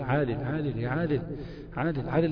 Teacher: عادل ده احنا بنخرجه من ادنى الحلق. العين بتاعت عادل دي بنخرجها من ادنى الحلق، مع ان المفروض تبقى اعمق زي عادل، تمام. · Term: العين الدارجه